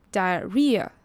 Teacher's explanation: 首先它的 h 是不发音的，结尾的 ea 不是发 e，而是念 ear 。diarrhea 重点是这个字它的重音是在 r 的音，diarrhea。要注意哦。最后，我们就一起来念念看这句吧。Unfortunately, your new adult stomach can no longer handle delicious